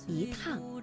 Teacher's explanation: 而在去声字之前呢，要变成阳平